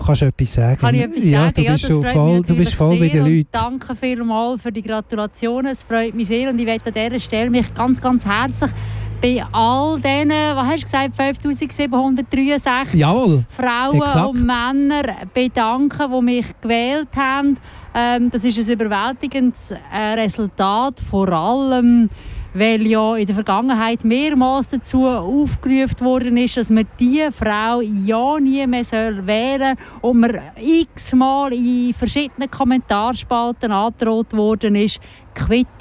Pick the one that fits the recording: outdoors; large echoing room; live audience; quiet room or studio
outdoors